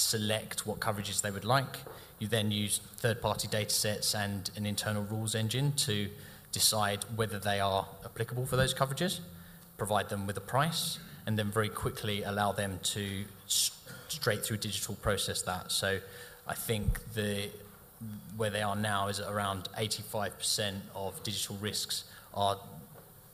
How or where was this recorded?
live audience